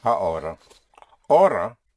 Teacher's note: the H is not pronounced in Spanish